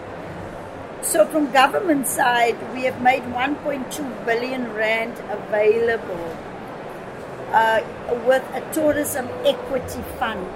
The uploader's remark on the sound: recorded at this year’s World Travel Market, London